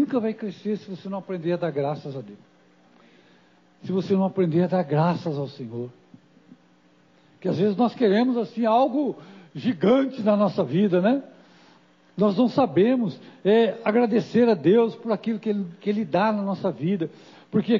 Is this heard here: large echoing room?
yes